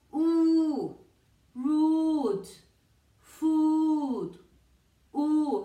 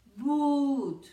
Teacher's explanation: Redondeado, la lengua al final de la boca y los labios para adelante. · Term: La U larga